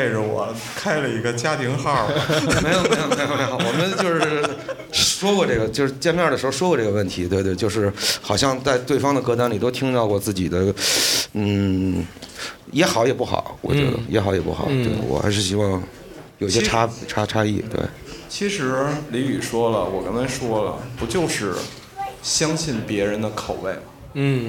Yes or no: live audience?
yes